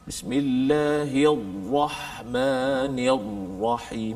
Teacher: dia tekan huruf Ra sehingga putus suara dia · Term: Hasramatul Ra'a